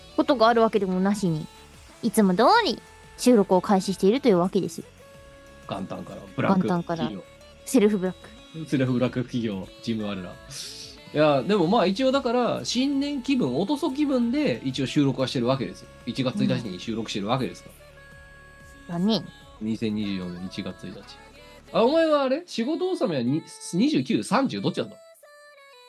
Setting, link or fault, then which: link, video call